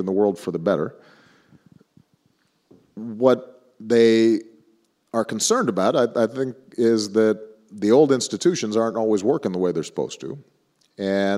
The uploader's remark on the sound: in Hyde Park for a special live taping of the Axe Files